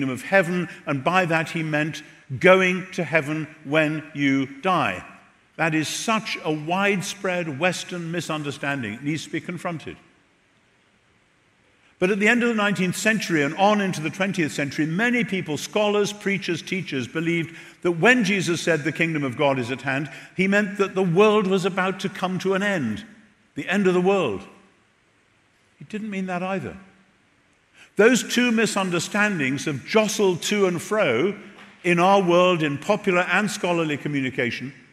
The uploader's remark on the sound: Recorded at The Rock Church, San Diego